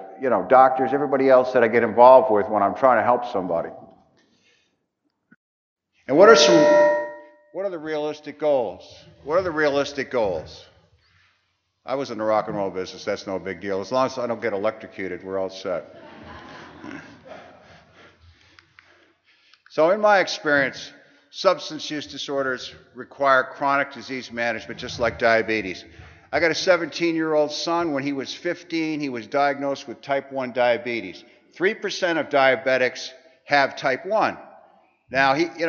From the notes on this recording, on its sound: broadcasting from the 42nd Annual TAAP Conference (the Texas Association of Addiction Professionals)